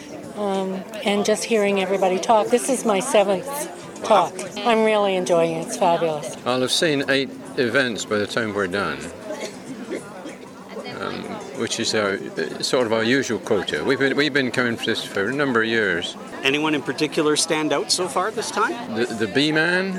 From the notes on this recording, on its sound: podcast from the 2016 Sunshine Coast Festival of the Written Arts